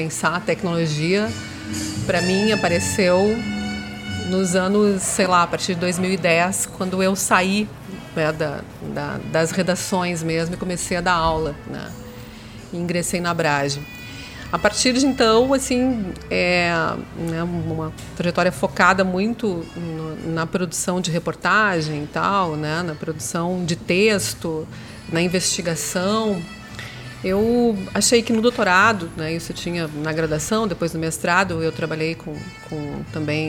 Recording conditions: busy venue